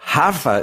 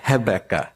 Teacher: in Brazil, R is the H sound.